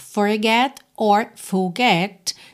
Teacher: Esses R's podem ser mais ou menos enrolados, né? Se eu estivesse falando essa palavra, eu poderia falar forget or forget, dependendo aí do sotaque mais americano, mais britânico.